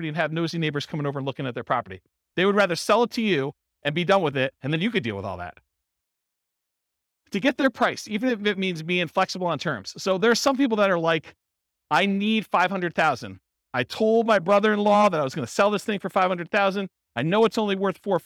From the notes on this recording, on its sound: Real estate entrepreneurs in Baton Rouge, Louisiana. This was a live class recorded to give investors a solid qualitative overview of all the different real estate investing strategies. The live in-person version.